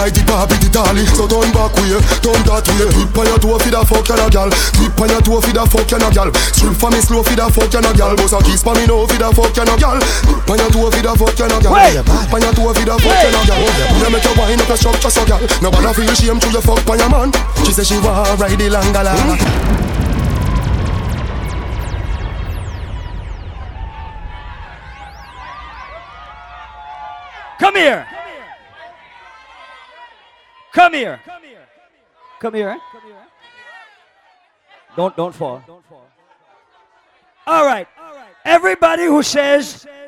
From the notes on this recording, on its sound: Live party audio! Live at Island Saturdays.